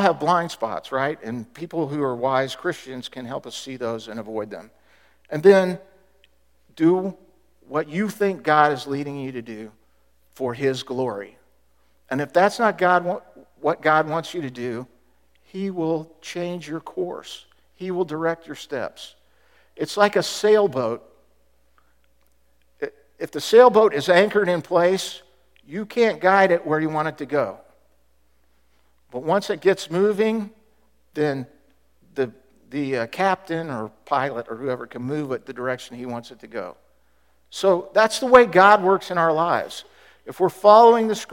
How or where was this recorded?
large echoing room